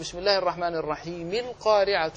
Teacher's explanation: لأن القارعة همزتها همزة وصل، فإذا وصلت بما قبلها أسقطتها